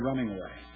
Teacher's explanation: Back away, running away have a different number of syllables, but we fit back away and running away into the same amount of time. Okay, because they have the same number of stresses, so we hang our syllables on the stresses. · Term: we count the stresses